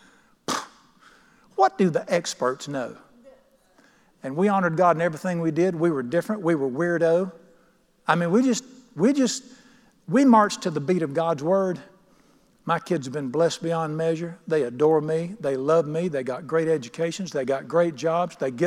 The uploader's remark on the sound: at The Lamb's Chapel, Burlington, NC.